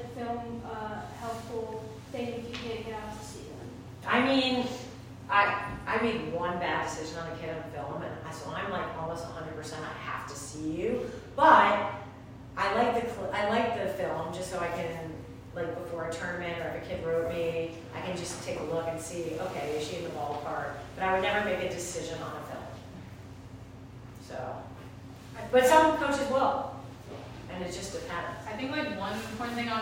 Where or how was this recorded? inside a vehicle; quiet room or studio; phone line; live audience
live audience